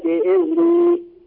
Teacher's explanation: بإذني أثبت الياء يا أخي وأثبت القلقلة